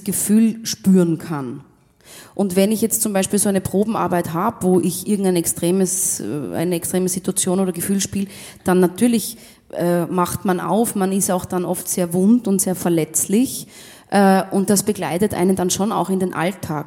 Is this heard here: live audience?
yes